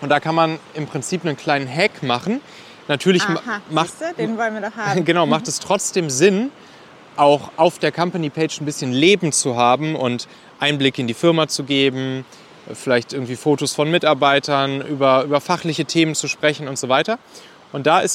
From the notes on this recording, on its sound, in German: Aufgenommen am Strand in Lettland.